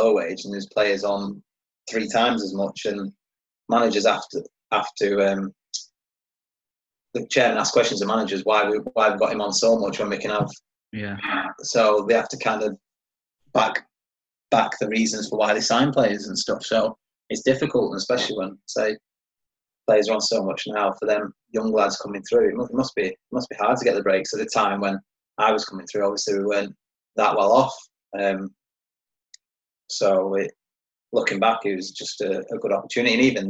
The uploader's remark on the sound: Zoom special. In a live video chat.